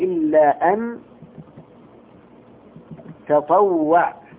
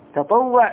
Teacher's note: تطوع يعني تتطوع حذفت إحدى التائين لكن لو قرأناها تطوع ما حذفنا لو قرأناها تطوع بتشديد الطاء